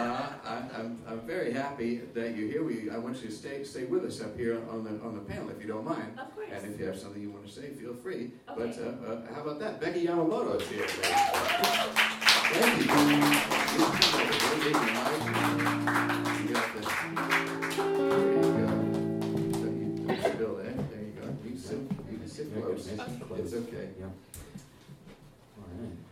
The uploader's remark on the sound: live show, presented as part of the 2013 Gotham Storytelling Festival